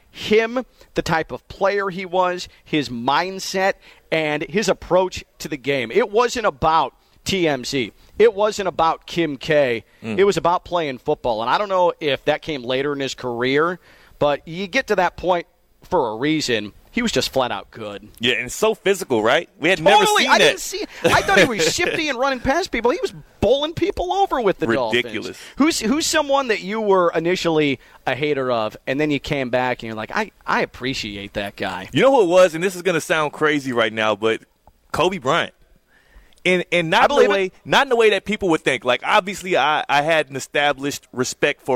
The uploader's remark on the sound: Full Show LIVE from Greenway Kia in West Palm Beach.